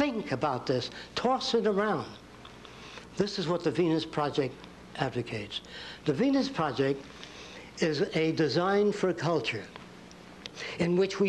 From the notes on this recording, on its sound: introduction lecture at Nichols College